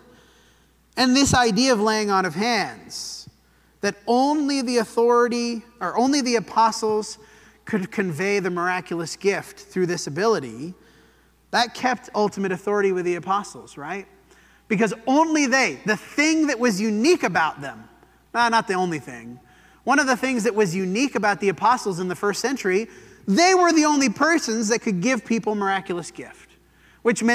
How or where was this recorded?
large echoing room